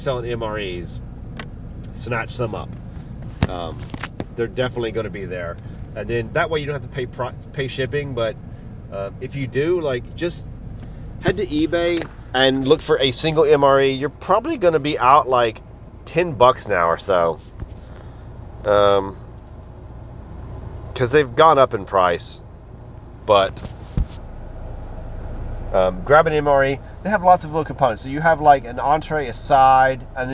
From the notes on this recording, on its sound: Doing the show in the car I’m having to break it into 2 parts.